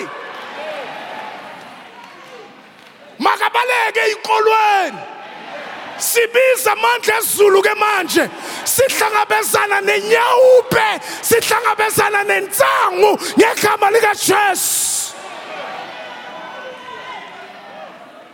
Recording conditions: large echoing room